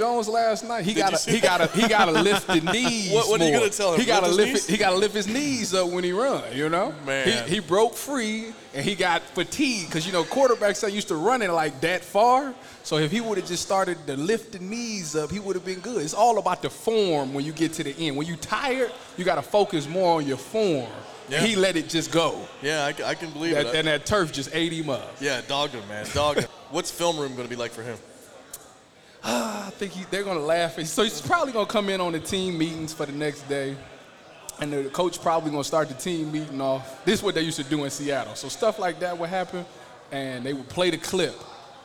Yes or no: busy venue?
yes